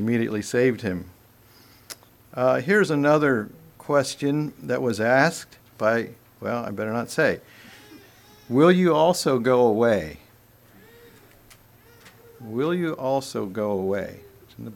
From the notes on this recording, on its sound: Message preached at Word of Hope.